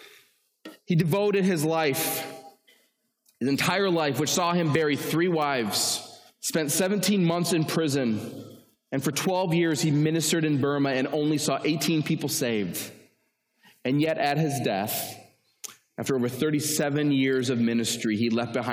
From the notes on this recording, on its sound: talk originally delivered to the student body of Cedarville University